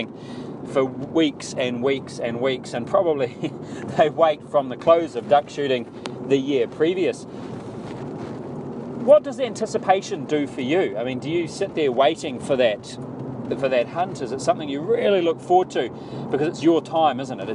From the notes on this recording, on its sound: Some audio from a Hunting trip.